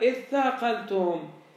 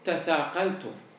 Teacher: هذا اثاقلتم أصله تثاقلتم، أصله تثاقلتم، قلبت التاء ثاء، تثاقل، بما أن مخرج الثاء والتاء متقاربان · Shown in: first take · زين، قلبت التاء مال ثاء، زين، للإدغام. · Term: الإدغام